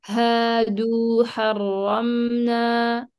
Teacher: الألفات، يعني عطي المد الطبيعي حقه، هادو حرمنا، أعطي الألف زمنها، الواو زمنها، ما تختلس يعني، ما تنقص من الزمن. أنت حكيتي هادو كأنها ضمة، هي واو، حكيتي حرمنا كأنها فتحة، هي ألف، أعطي الزمن.